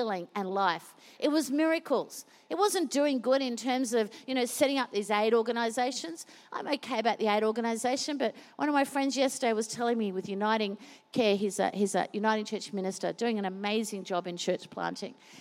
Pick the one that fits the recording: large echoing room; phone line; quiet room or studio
large echoing room